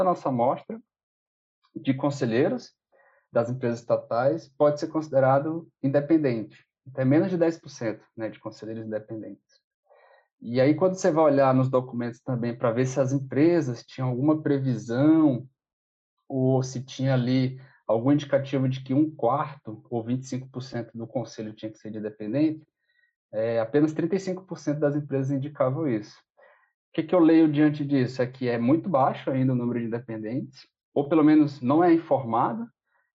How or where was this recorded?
video call